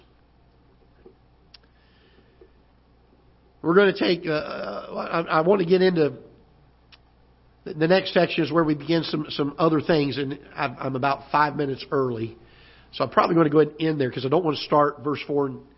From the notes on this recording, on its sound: Ketha Heights Baptist Church ~ Live Broadcast.